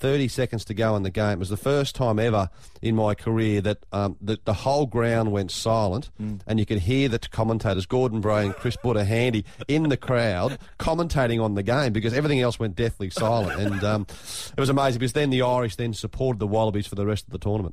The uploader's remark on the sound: On the phone.